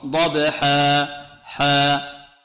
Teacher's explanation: الألف التي بعد الحاء تمد مدا طبيعيا